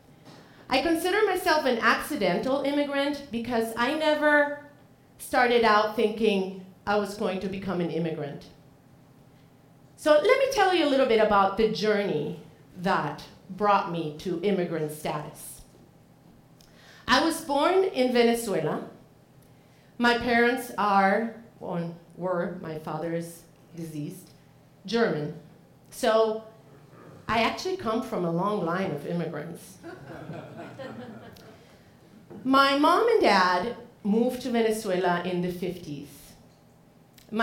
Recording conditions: live audience